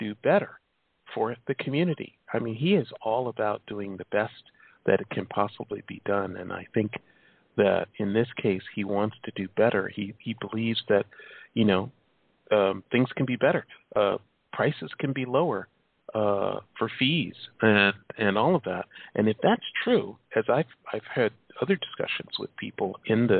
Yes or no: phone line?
yes